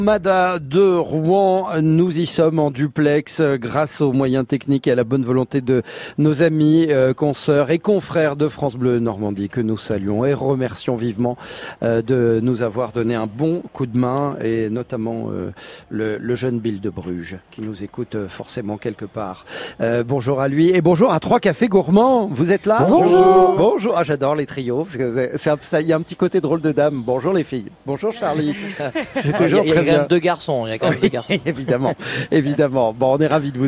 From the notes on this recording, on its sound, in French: France Bleu Soir en direct de l'Armada.